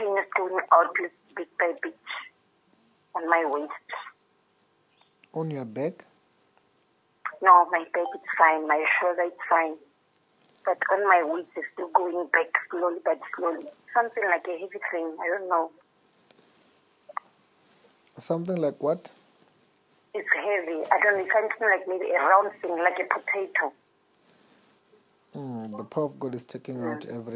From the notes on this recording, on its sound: Deliverance over the phone in JESUS NAME.